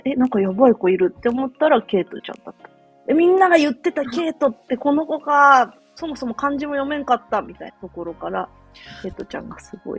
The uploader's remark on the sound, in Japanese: マイクをミスって音質悪めです、ごめんなさい！